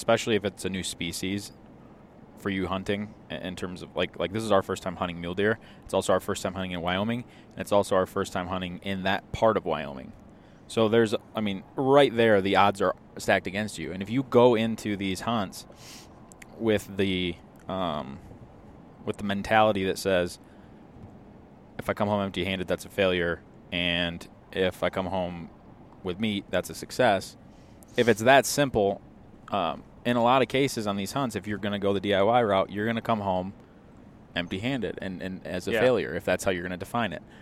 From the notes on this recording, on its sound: This is the podcast we recorded on the way back home after leaving Wyoming.